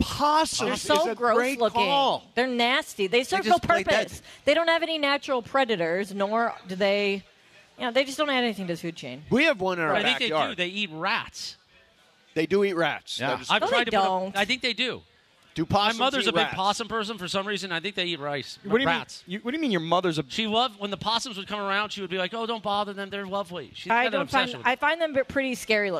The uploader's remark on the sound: LIVE from The 909 Sports Bar at Yaamava!